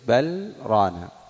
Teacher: وهذه السكتة أن ينقطع الصوت من دون تنفس، فبعضهم يقول كلا بل ثم يتنفس تنفسا خفيا ثم يقول رانا، هذا ليس هو السكت المطلوب في القراءة. · Term: سكتة لطيفة